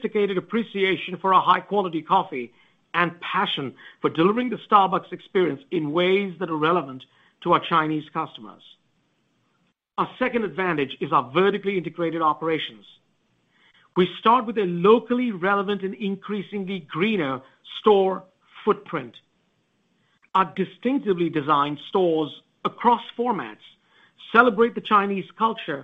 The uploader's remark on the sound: Q3 Fiscal Year 2023 Earnings Conference Call of Starbucks Corporation.